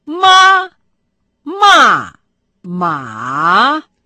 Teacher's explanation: Мама по-китайски «ма» с первым тоном, ругать «ма» с четвертым, а лошадь – это «ма» с третьим.